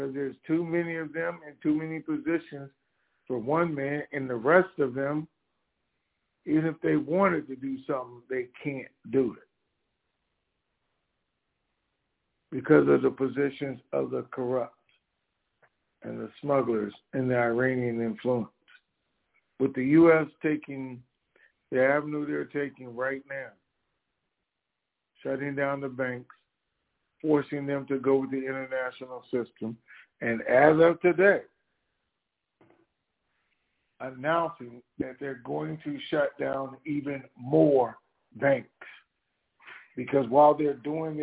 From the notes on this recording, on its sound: TNTSuperfantastic Conference Call